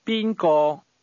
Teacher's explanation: The tones in who or whom go from the high level to the mid level.